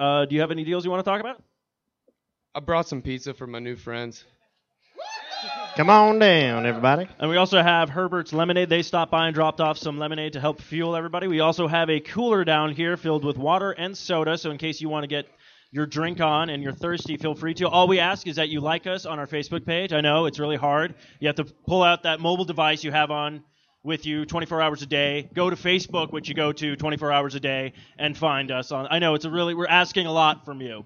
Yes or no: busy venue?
yes